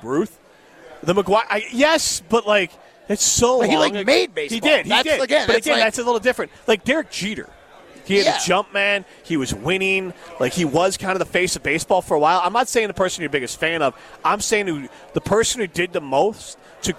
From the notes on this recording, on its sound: live from the inaugural ESPN Madison Open!